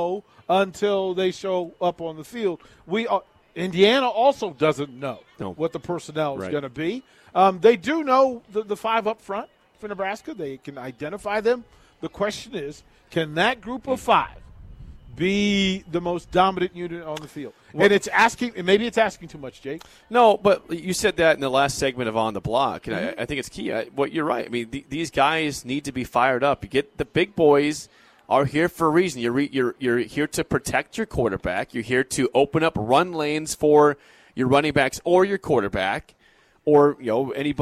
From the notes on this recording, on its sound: Nebraska Football Talk Live from Barry's.